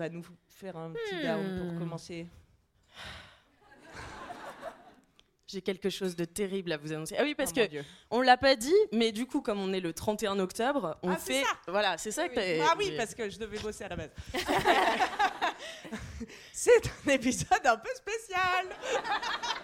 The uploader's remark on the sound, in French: LIVE Podium à l'Apollo Théâtre